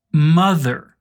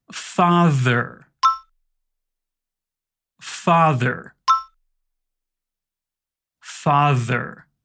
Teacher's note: esse é o primeiro som do TH, o que faz a garganta vibrar.